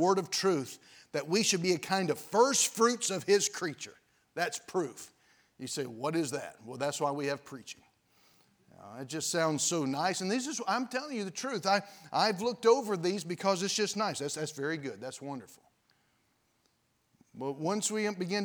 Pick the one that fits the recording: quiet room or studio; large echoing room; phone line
large echoing room